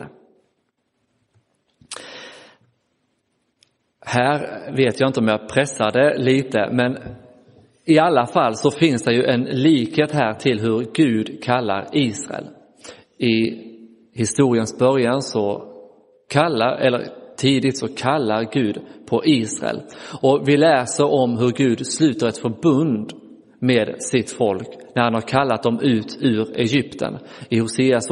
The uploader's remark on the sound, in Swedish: Inspelad i Roseniuskyrkan den 28 januari 2024